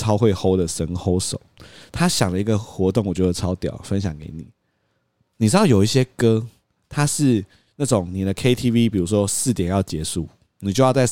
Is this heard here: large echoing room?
no